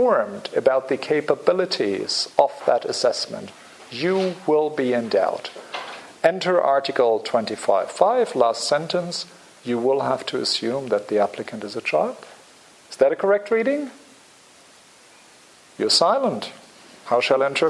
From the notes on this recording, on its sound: Public Seminar Series, Hilary term 2014. Recorded on 5 March 2014 at the Oxford Department of International Development, University of Oxford.